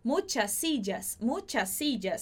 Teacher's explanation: A gente junta esse S do final de muchas com S de sillas. Então, vai ficar sillas.